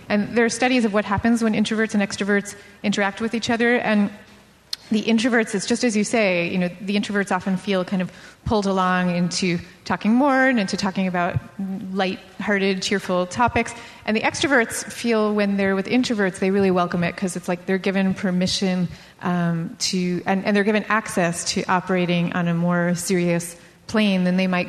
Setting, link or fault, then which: setting, live audience